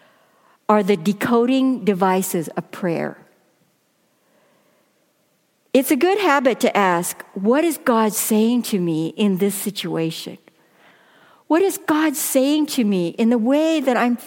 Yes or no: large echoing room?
yes